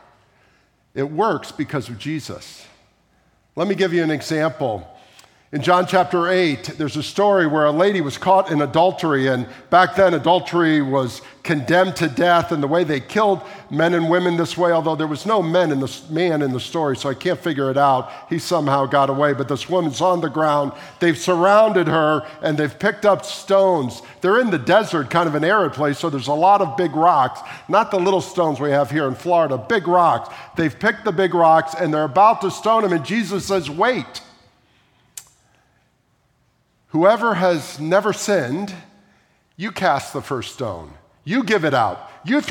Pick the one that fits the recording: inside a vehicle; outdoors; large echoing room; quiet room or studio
large echoing room